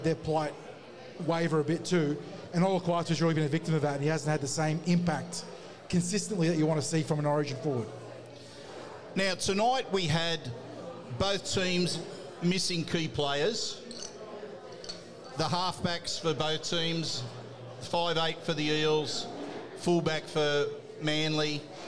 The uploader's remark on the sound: The Tip Sheet is live from Jacks Bar & Grill